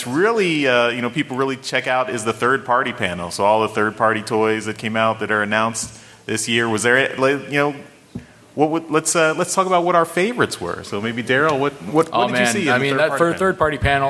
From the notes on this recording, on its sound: Live from TFcon Toronto 2022. TFcon Toronto 2022 Podcasters Roundtable. Live from TFcon Toronto 2022 ! The lucky people that stuck around to watch us live.